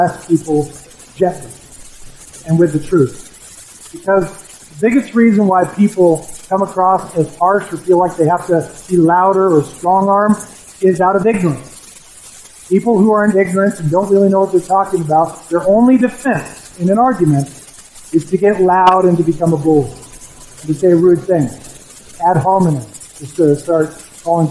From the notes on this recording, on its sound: We are aware of and troubleshooting audio issues with the recording